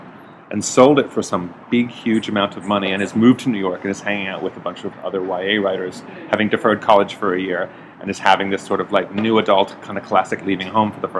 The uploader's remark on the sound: Interviews from the Brisbane Writers’ Festival Green Room